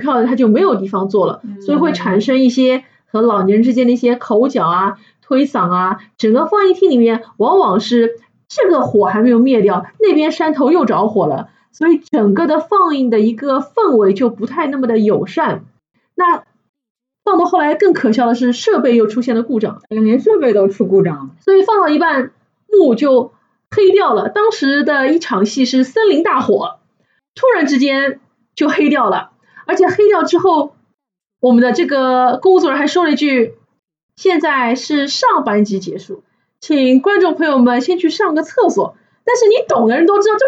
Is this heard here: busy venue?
no